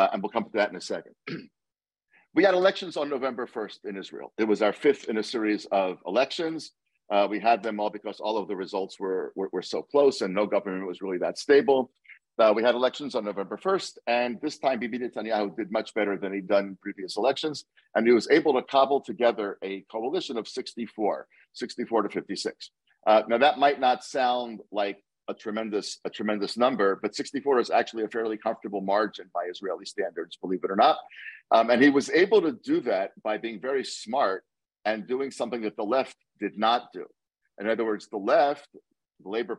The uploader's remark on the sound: Above is an excerpt from that Zoom conversation.